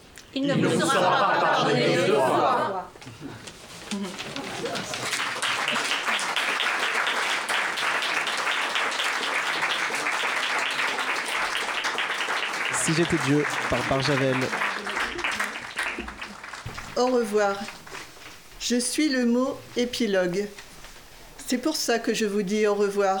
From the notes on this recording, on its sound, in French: Émission de lecture en publique Enregistrée le 13 Novembre à la Librairie des Signes à Compiègne. Avec les acteurs de l'atelier Théâtre du Le Bord de l'Eau.